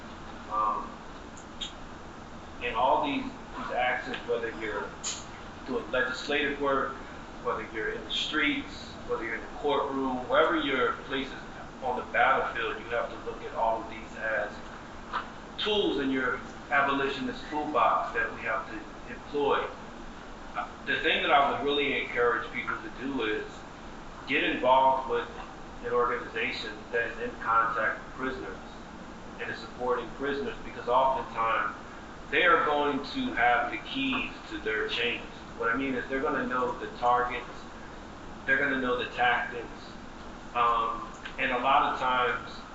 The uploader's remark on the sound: session recorded at Socialism 2022